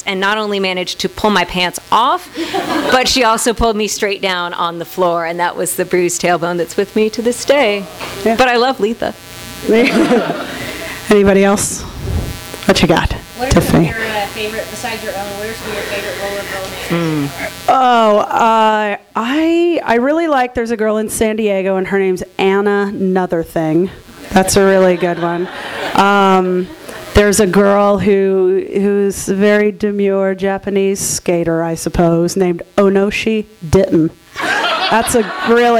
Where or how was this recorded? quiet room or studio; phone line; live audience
live audience